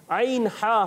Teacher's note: عین ہا حلق کے درمیان والے حصے سے · Term: حروف حلقی